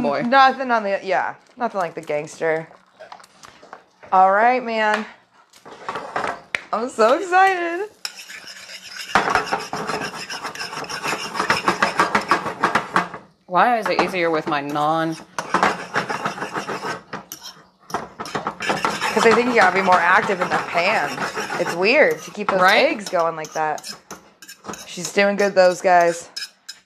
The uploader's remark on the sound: It's in our home kitchen recording while we BOTH cook something special from the movie!